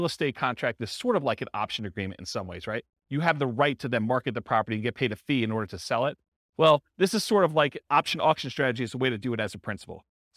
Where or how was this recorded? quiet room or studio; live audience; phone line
live audience